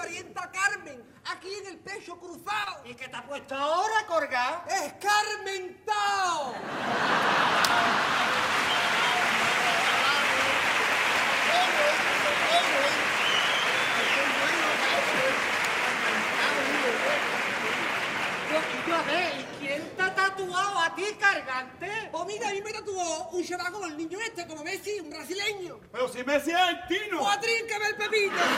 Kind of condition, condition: setting, live audience